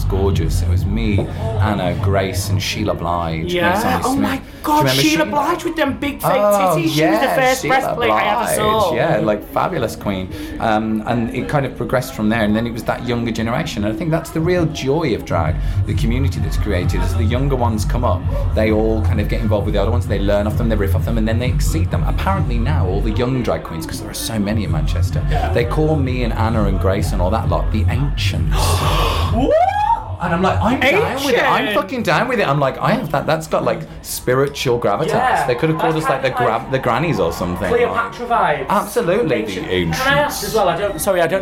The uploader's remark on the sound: The Manchester Pride Special. Performed at Manchester Pride and they took their mics along so you all could hear the action backstage.